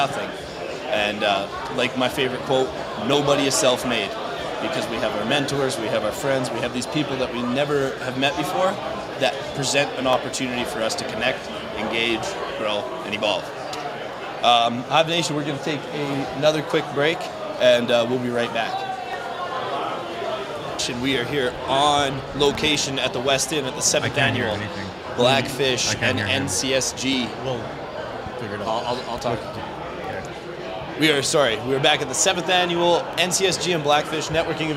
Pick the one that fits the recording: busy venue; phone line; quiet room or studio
busy venue